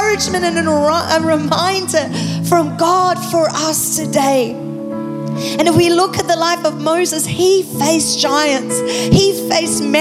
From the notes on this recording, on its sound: Recorded live at Planetshakers Church (Melbourne) on Sunday 27th of August 2023.